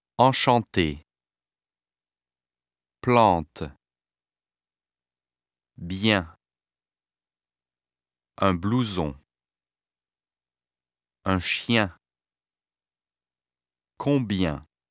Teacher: vowel sounds that are nasalized, which means that the sounds are made in both the mouth and the nasal cavity · not to pronounce the consonant, but instead to nasalize the vowel sound · Term: Nasal vowels